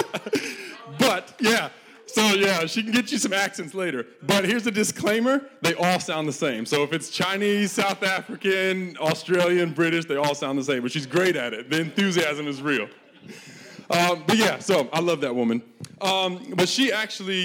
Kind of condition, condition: setting, live audience